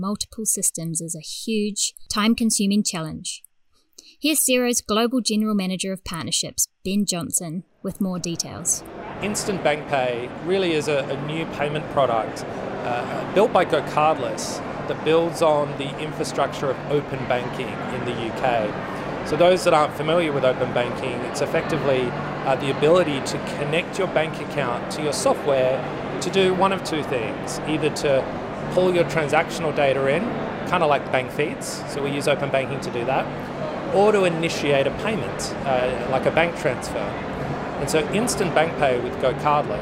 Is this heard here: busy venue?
yes